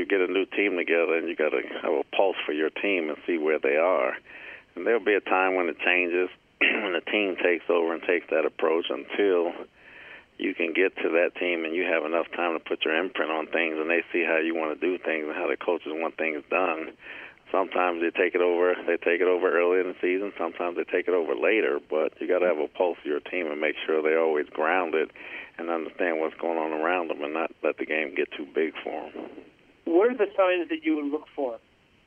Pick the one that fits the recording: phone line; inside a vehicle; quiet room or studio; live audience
phone line